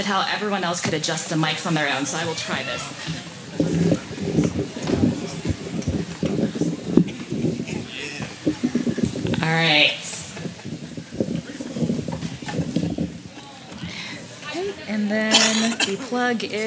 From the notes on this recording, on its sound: Recorded live at Late at the Lake, at Mozart's Coffee Roasters in Austin, Texas on Tuesday, May 2nd, outdoors on our main stage.